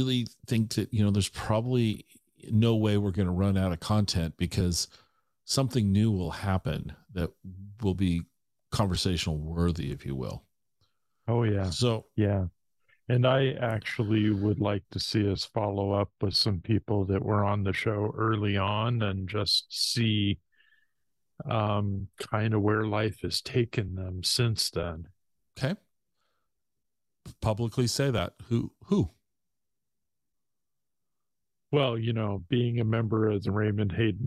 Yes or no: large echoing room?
no